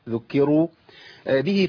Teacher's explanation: الراء هنا مفخمه لانها مضمومه لكن قبلها كسر